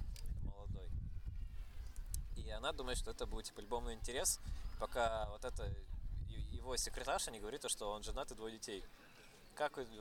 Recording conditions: wind noise